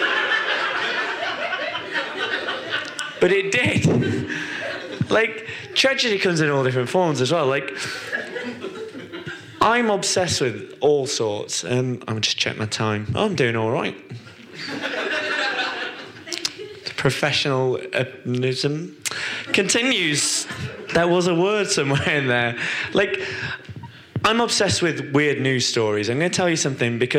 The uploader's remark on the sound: Podcasts recorded at our Stand Up Tragedy night that took place at The Dogstar on March 28th. SUT Brixton.